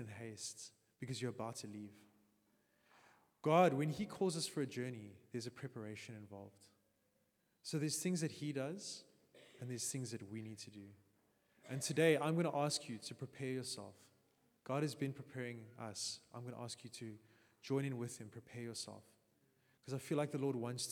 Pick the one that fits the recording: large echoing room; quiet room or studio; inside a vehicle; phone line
large echoing room